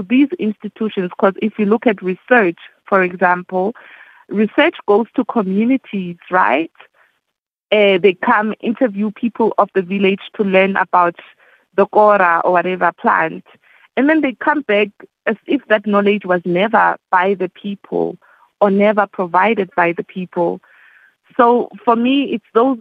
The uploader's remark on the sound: we are joined on the line